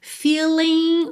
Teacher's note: o G final também não é pronunciado